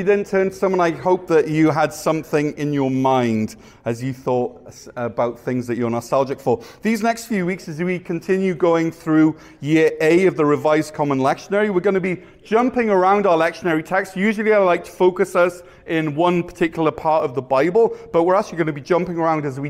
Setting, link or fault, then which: setting, large echoing room